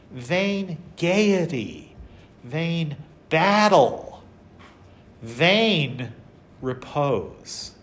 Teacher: Same word appears three times in that line. The first two times it appears, it's an unstressed word. · Term: tricolon crescendo